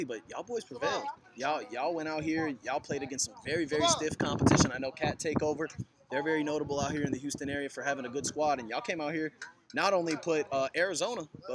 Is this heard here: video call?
no